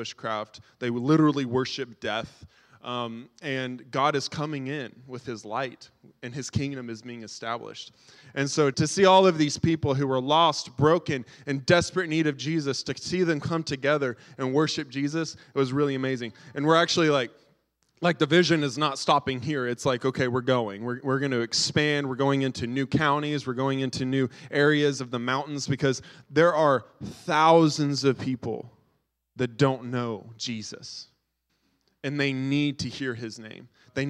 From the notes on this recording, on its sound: was recorded on Sunday, August 27th, 2023, during service at The Anchor Church in Rockport, Maine.